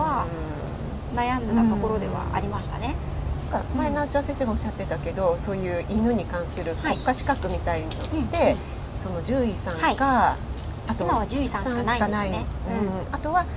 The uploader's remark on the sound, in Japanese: リアルコラボ収録。野外収録のため音量調整お願いいたします。